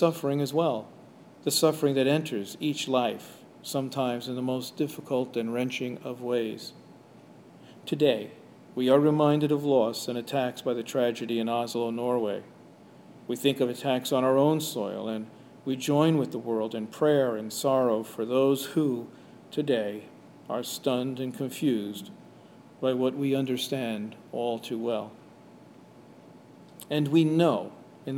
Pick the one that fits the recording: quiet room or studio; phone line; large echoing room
large echoing room